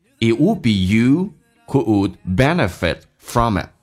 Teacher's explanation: it 的 t 不发音，would 的 d 不发音，下面一个 would 的 d 不发音，benefit 的 t 也不发音 · Term: 略音